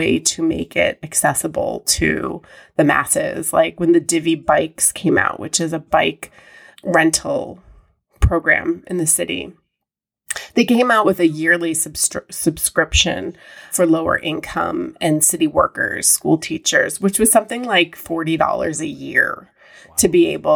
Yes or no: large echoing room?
no